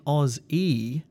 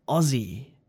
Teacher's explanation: But don't fall into the trap of saying Aussie. When it gets shortened, the S changes into a Z sound · Shown in: second take